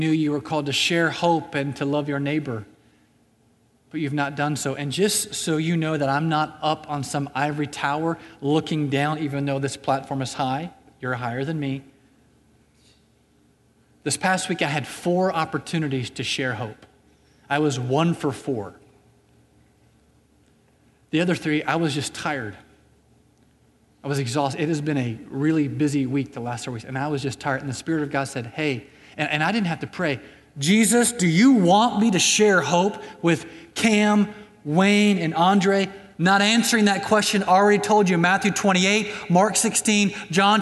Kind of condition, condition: setting, large echoing room